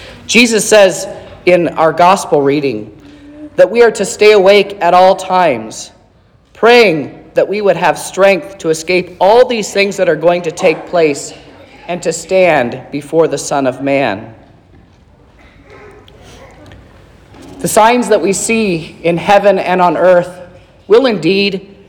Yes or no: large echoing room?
yes